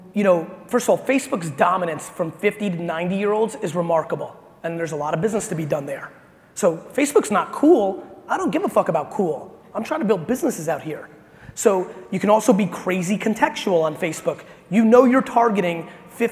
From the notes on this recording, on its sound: This episode is from a keynote I gave in Alpharetta, Ga.